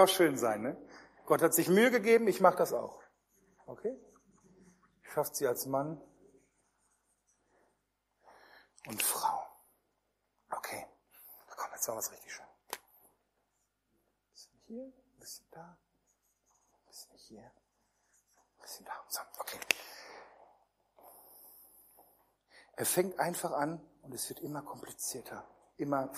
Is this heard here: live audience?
yes